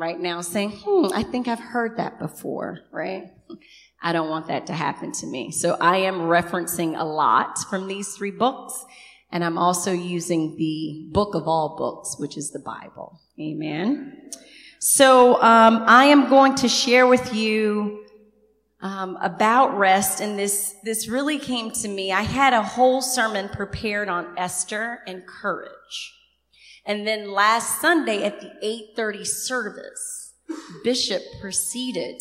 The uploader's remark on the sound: Recorded on 2016-07-24 at the 11:30am Service